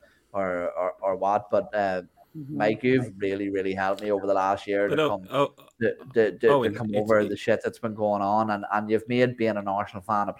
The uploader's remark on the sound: The Gooners Pod Live from Highbury. Galavanting around Highbury at night.